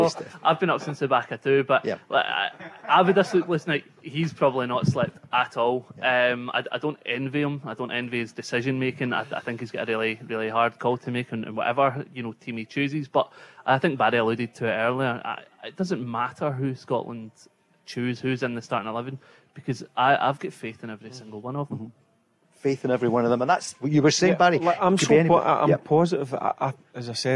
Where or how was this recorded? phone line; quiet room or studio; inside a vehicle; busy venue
busy venue